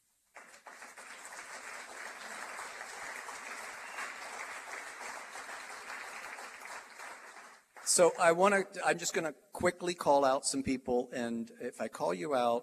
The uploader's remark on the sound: live at the State of The City for The City of Muncie